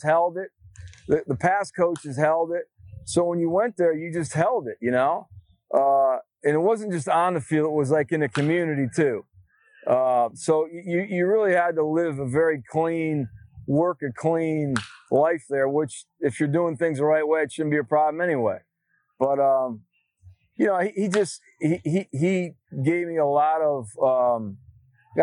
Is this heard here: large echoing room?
no